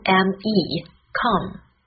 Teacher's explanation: 啊应该是一个比较紧而且短的元音。